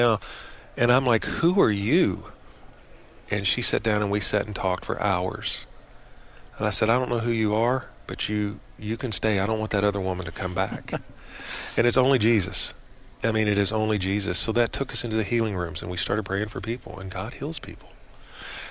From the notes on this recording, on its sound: Live from the Man Up Confrence Fort Mill SC